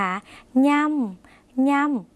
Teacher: เป็นเสียงขึ้นจมูกเหมือนในภาษาอีสานหรือในภาษาภาคเหนือ